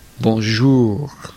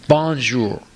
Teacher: The second syllable is emphasized. But in English, you would say bonjour. You know, you emphasize the first syllable. · Shown in: second take